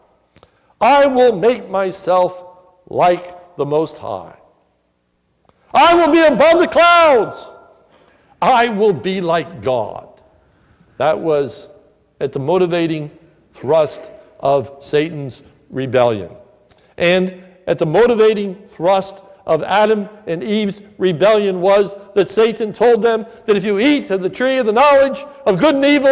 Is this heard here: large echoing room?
yes